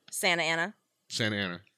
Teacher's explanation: Like a double N instead of a T · Term: California accent